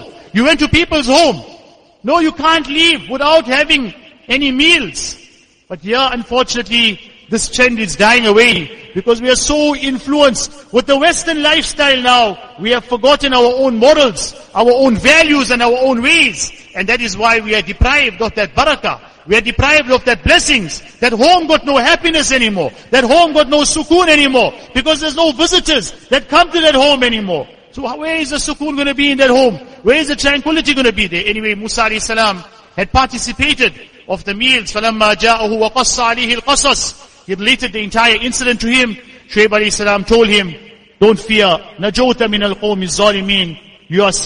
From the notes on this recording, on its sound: Jumuah lecture